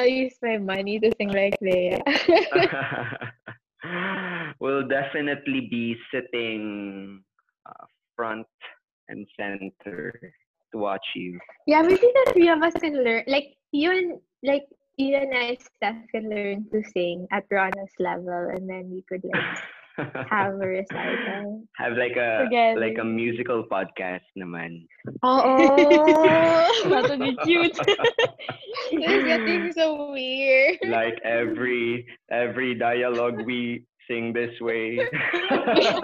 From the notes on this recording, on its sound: We sincerely apologize for the amateurish audio